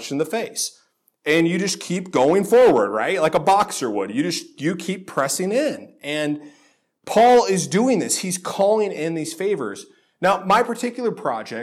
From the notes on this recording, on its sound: This sermon was originally delivered at Faith Reformed Church in Lynden, WA on October 7, 2018.